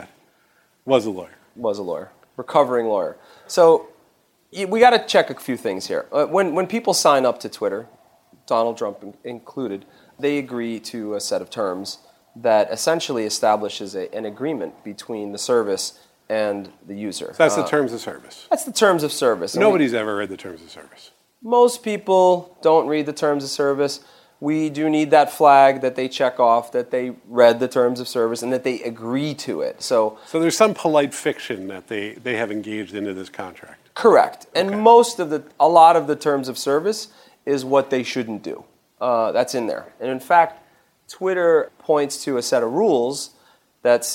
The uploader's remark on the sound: The first-ever live episode of Track Changes, recorded at the SVA Theatre in Manhattan as part of IxDA’s Interaction 17 conference. They also take in a variety of perspectives on the question with comments from the audience.